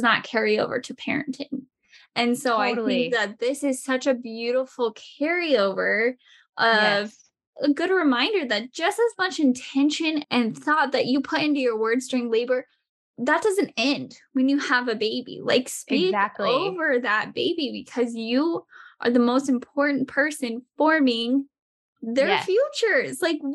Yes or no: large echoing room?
no